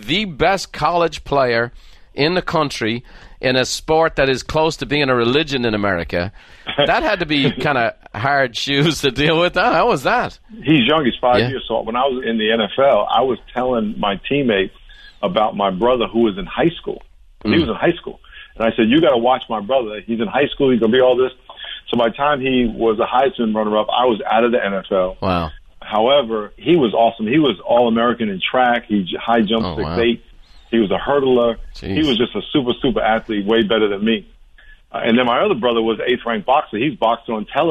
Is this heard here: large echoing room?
no